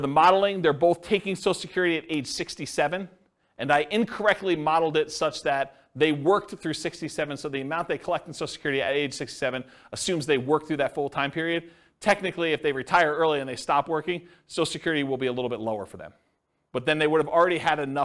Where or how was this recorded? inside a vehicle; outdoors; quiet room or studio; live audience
live audience